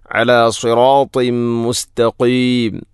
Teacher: അല സിറാത്തിം മുസ്തഖീം, അല സിറാത്തിൻ ശേഷം തൻവീന് ശേഷം മീം വന്നാൽ ഇദ്ഗാം കാമിൽ, തൻവീനിനെ മീമിലേക്ക് ഇദ്ഗാം ചെയ്യണം. അല സിറാത്തിം മുസ്തഖീം, മുസ്തഖീം എന്നതിലെ ഖാഫിൻ്റെ ഉച്ചാരണം പ്രത്യേകം ശ്രദ്ധിക്കണം.